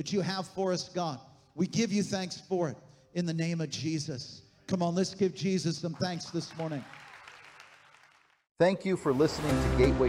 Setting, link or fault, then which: setting, large echoing room